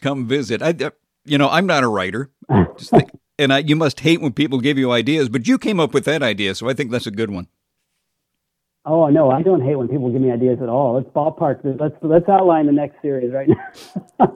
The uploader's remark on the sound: called